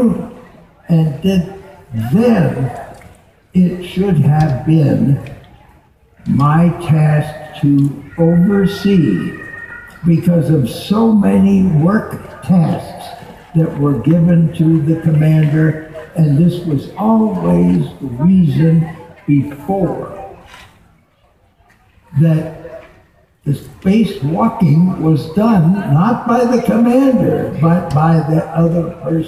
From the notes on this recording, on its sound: conference at Wired Next Fest 2017